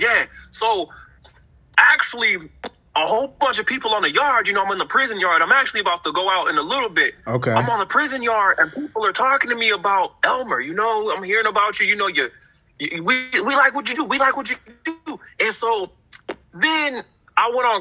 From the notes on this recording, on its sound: Interviewing a prisoner straight from prison on his mobile phone.